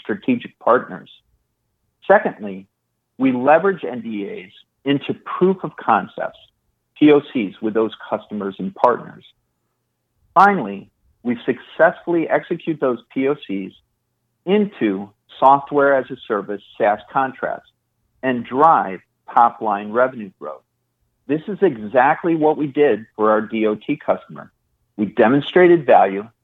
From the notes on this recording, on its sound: IIOT Oxys August 2022 Conference Call.